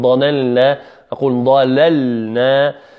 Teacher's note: فواجب هنا بيان اللام من النون